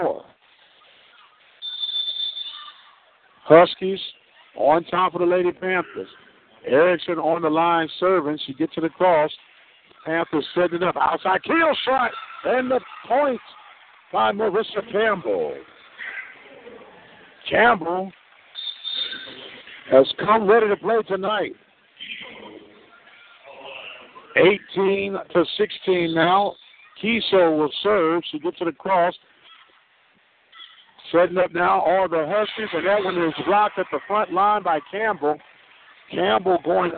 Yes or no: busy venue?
yes